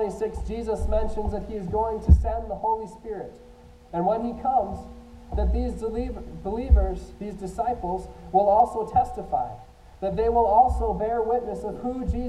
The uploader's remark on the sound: I apologize for the sound quality, we are working through some technical difficulties but will hopefully get it fixed next week.